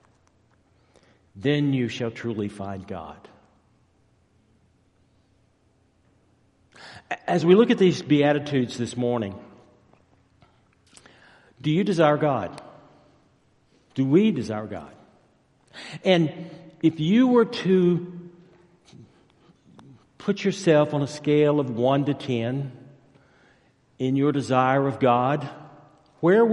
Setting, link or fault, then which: setting, large echoing room